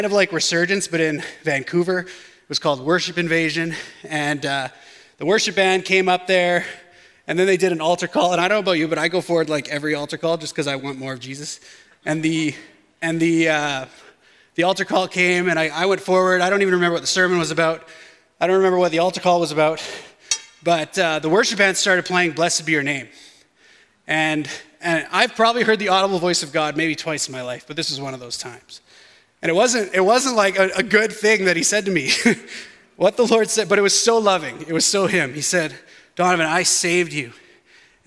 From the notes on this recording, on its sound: shared this message at West Meadows Baptist Church for our Edmonton Gathering in October, 2022.